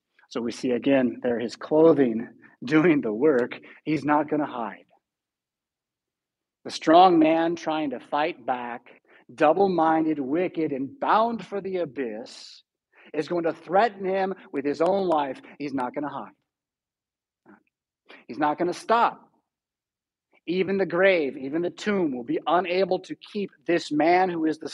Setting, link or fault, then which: setting, large echoing room